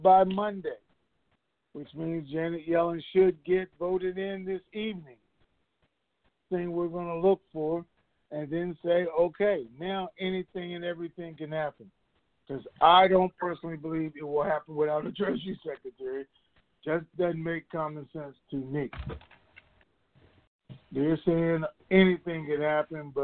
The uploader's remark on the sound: TNTSuperfantastic Conference Call